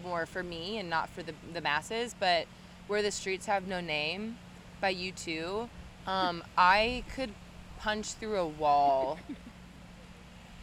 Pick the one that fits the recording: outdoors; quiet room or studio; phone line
outdoors